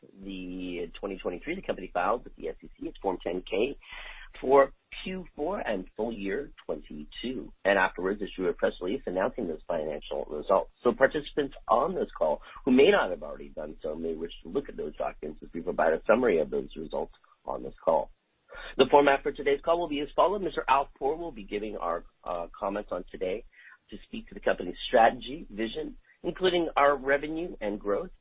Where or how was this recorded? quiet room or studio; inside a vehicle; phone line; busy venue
phone line